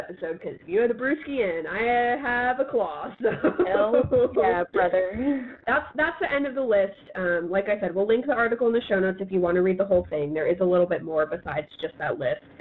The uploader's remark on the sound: Apologies for the audio quality, we had some technical difficulties.